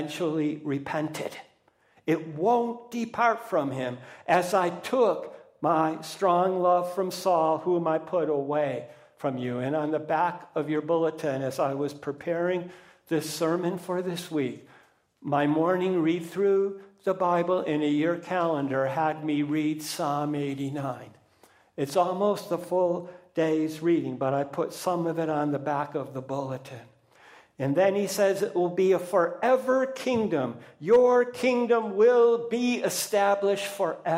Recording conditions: large echoing room